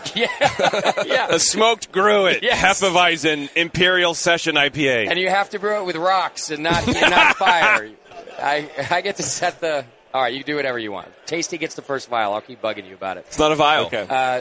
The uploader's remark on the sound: Live from NHC 2014